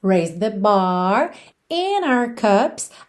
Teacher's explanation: a ligação foi no N, o D de and não apareceu